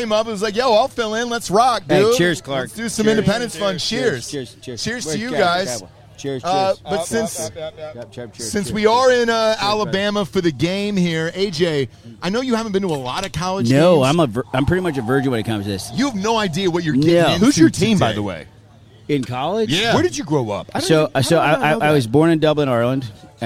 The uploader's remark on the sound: LIVE From Rama Jama In Tuscaloosa. Goes LIVE from Rama Jama outside of Bryant-Denny Stadium in Tuscaloosa for the Texas-Alabama game.